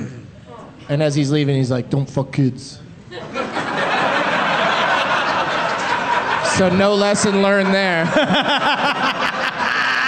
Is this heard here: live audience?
yes